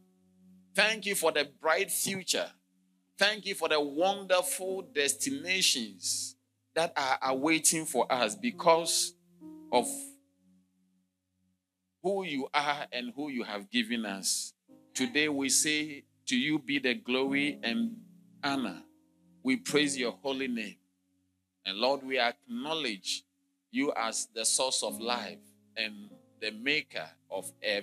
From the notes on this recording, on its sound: Sermon delivered on Tuesday, May 14, 2023, at LCI Mega-Church in Cape Town, South Africa.